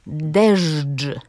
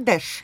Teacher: Mówię to nienaturalnie, bo chcę, żeby państwo usłyszeli, że tam były spółgłoski dźwięczne ż i dż · Shown in: first take · Ale ostał się deszcz, czyli bezdźwięczny.